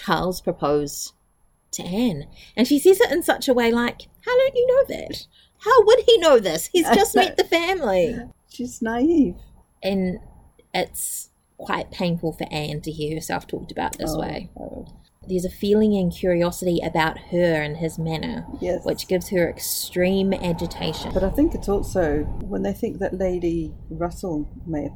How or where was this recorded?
outdoors